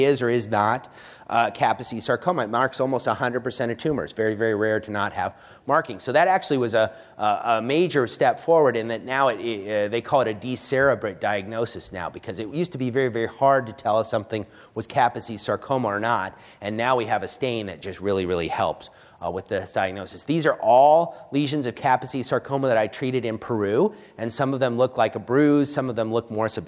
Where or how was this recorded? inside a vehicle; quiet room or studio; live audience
live audience